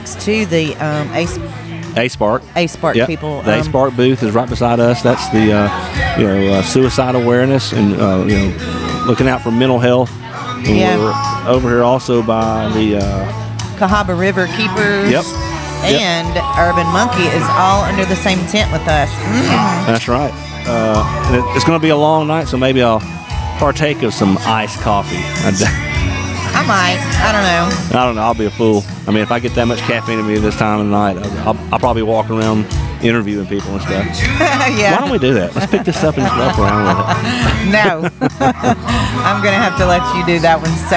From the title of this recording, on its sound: Live at Woodstock!